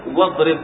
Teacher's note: فإذا ابتدأنا بشيء استطعنا أن ننطق بالساكن الذي بعدها فنحذفها من النطق. فإنك لا تنطق بالهمزة فيصير نطقها هكذا واضرب، كأنها واو وضاد